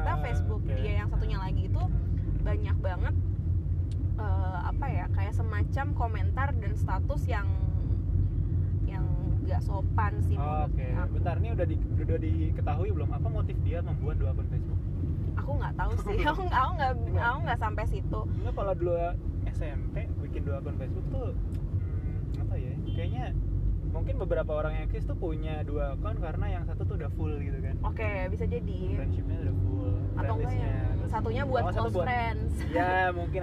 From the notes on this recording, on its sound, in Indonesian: maaf suaranya agak kecil, Røde taro di dashboard mobil